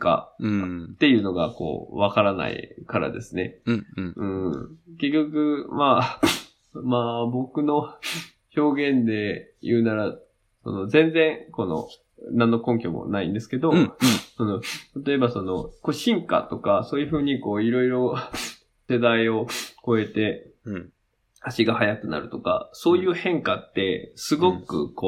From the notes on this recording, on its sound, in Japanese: Zoomでブツ切りされるまで喋る。